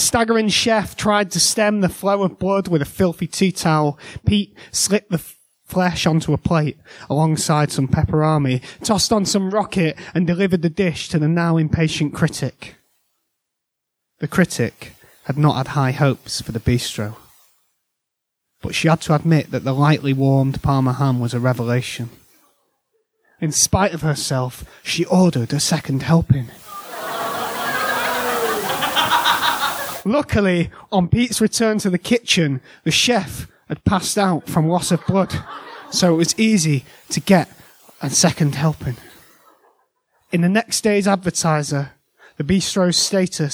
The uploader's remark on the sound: The Scare Slam - Live from the Pleasance Theatre, London - 11th October 2019. Part of the London Horror Festival.